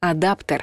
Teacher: слово «адаптер» нужно произносить твердо, через «э»